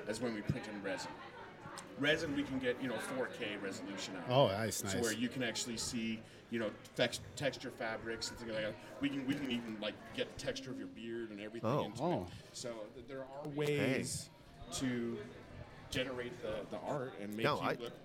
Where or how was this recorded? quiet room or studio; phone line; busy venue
busy venue